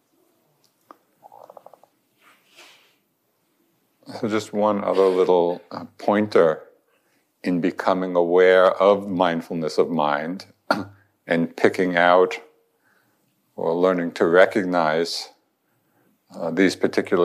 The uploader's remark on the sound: In this recording from the Insight Meditation Society